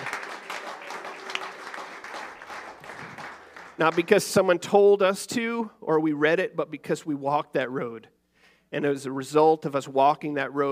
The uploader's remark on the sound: Recorded December 3rd, 2023, our monthly Youth-led service.